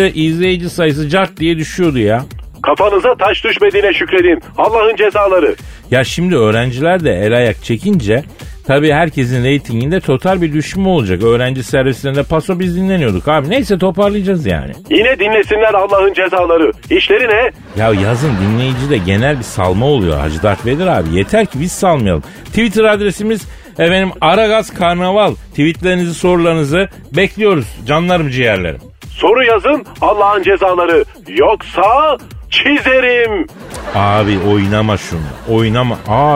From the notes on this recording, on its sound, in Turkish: 16 yaşına döndürülen beyin ile telefon görüşmesi. Stüdyoda.